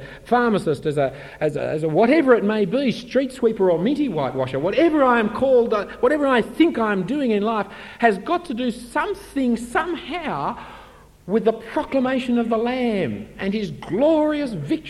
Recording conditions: live audience